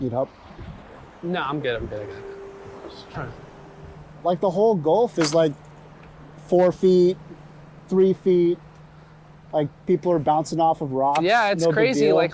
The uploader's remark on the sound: Recorded while fishing the LB Wall!